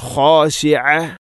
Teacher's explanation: ഇവിടെ خاشعة خ തൊണ്ടയുടെ ഏറ്റവും മുകൾ ഭാഗമാണ് ഖ എന്നതിൻ്റെ മഖ്റജ്. അതുപോലെ തന്നെ ഐൻ خاشعة ഐൻ തൊണ്ടയുടെ മധ്യഭാഗം